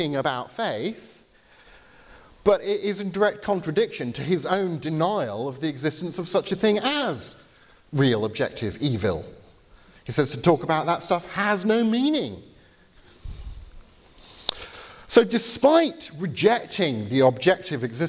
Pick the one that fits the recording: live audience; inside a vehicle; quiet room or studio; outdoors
live audience